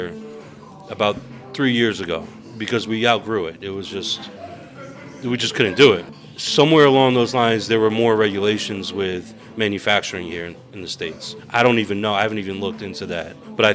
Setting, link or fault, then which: setting, busy venue